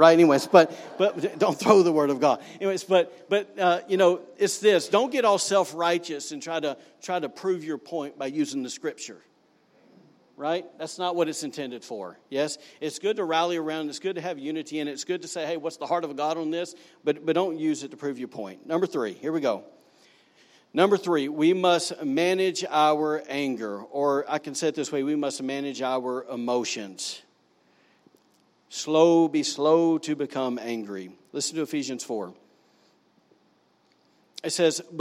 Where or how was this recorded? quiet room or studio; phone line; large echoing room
large echoing room